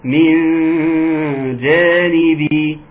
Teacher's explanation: نون ساكنة أتى بعدها حرف الجيم، وبالتالي حكمها الإخفاء مع الغنة، إخفاء نعم مع الغنة.